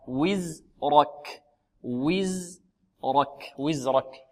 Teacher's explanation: الزاي مرققة والراء مفخمة والكاف مرققة